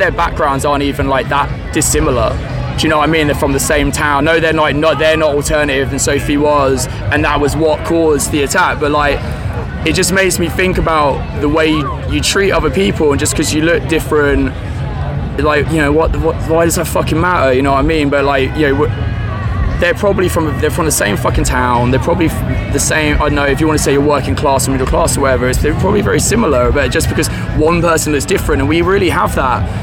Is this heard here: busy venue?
yes